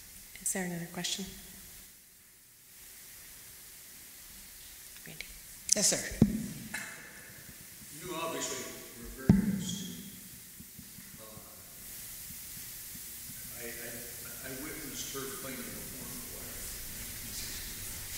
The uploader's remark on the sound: recorded at the 2019 Western Horn Festival